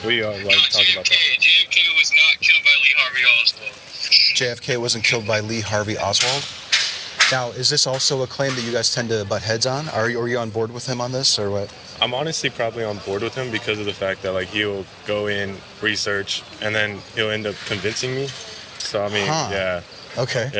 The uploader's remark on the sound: Location: San Antonio, Texas. Recorded w/Go-Pro.